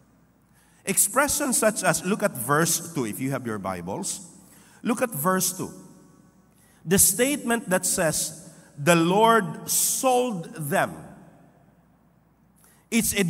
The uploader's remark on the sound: This podcast was recorded live last May 14, 2023 at Zamboanga City Alliance Evangelical Church.